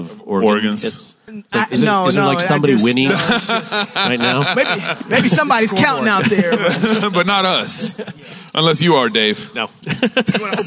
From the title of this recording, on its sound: Live at Trinity Church’s Conference